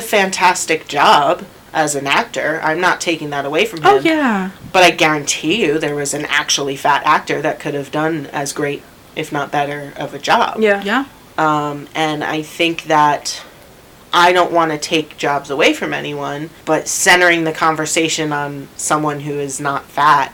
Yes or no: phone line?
no